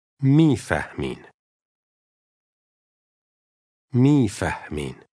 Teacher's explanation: Notice the slight stop or breath in the middle of this word.